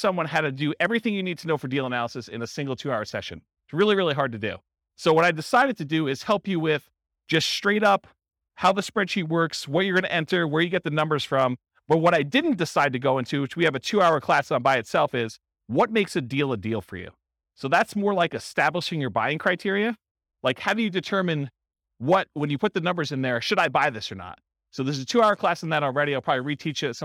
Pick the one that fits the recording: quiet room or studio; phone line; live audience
live audience